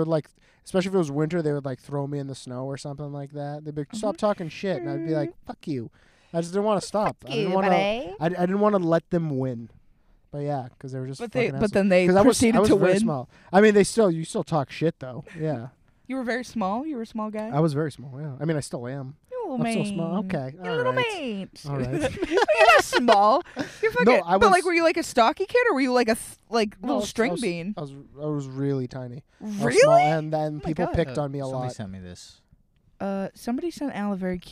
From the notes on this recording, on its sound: in the #1 top 1%'r car studio